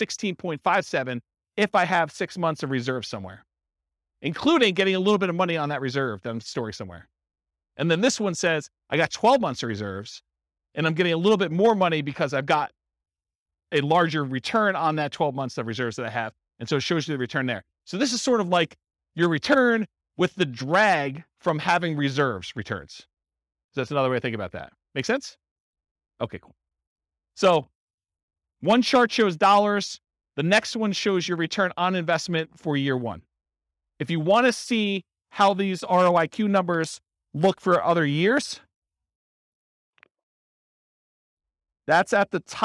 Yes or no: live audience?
yes